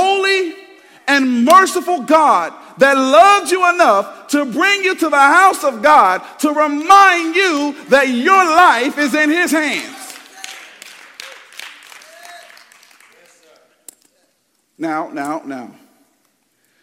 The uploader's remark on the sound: Preached Sunday February 4th, 2024 at Woodside Bible Church, Pontiac Campus